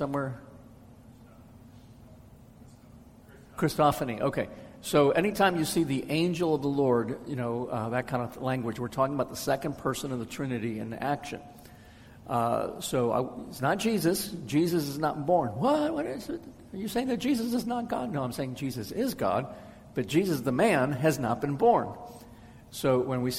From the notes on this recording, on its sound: answers questions from the audience